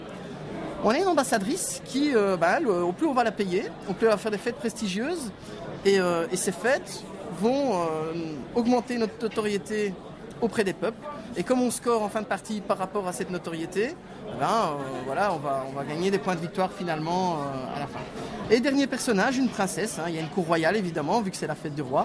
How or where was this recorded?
busy venue